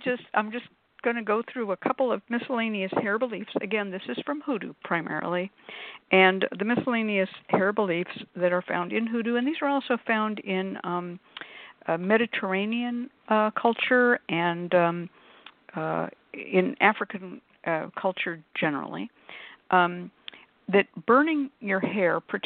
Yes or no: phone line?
yes